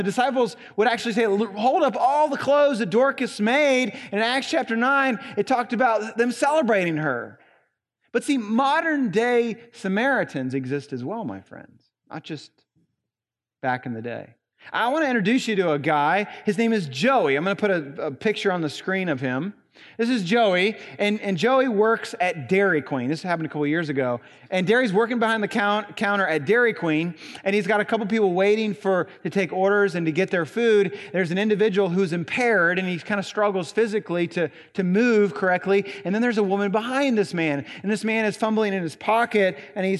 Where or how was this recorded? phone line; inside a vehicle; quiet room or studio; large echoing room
large echoing room